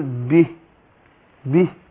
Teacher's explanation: بينت الكسر اللي في الباء ورققت الهاء، مينفعش اقول به، لا اقول به هكذا.